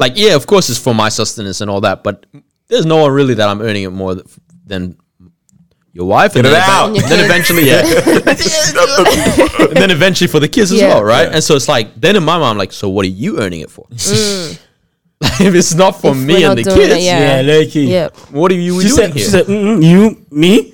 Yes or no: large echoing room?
no